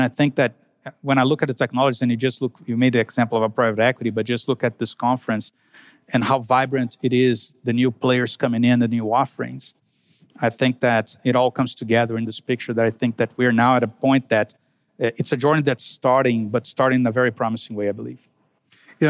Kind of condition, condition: setting, busy venue